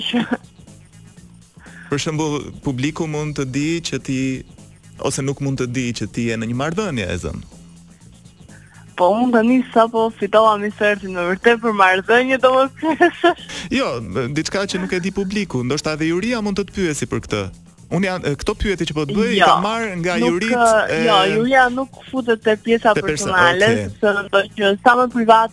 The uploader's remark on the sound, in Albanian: E ftuar në një lidhje telefonike për “Live From Tirana”